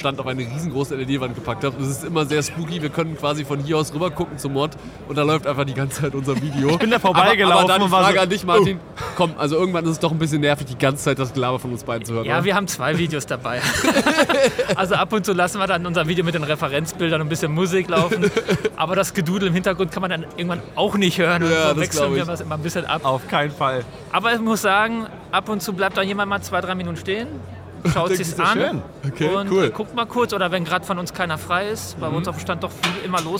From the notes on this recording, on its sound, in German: Community Podcast live von der Prolight + Sound 2023. In dieser Folge haben wir euch zu Wort kommen lassen und gefragt, wie ihr die Prolight + Sound 2023 fandet.